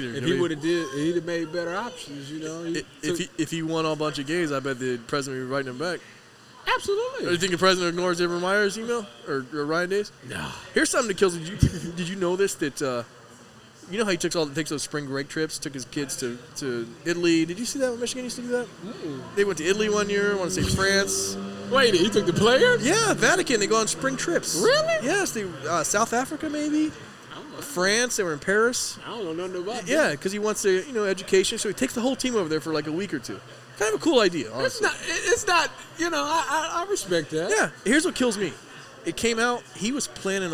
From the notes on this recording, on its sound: a live Friday night recording from the Lane and High location of Buffalo Wild Wings, the official sports bar of Eleven Warriors